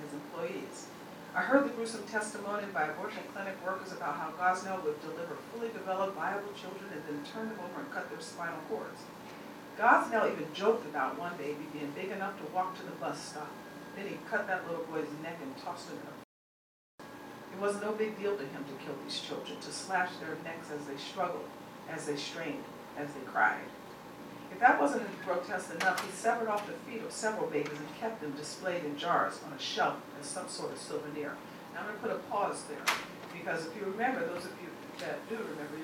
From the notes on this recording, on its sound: The speaker delivered these remarks at CBLPI's Capitol Hill Intern Summit on June 3, 2016.